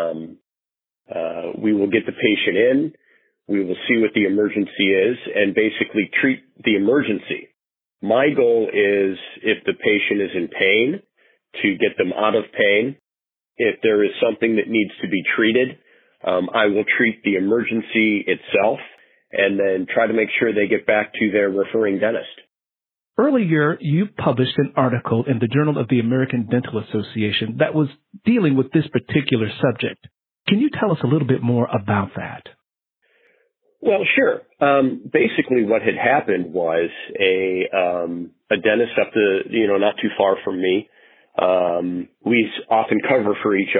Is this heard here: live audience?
no